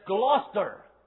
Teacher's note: because this is what you call a syncope, because the middle syllable has been just glossed over so that you can barely notice it there at all. And so what they do, they put the emphasis on the first and the last syllables, and the middle one disappears.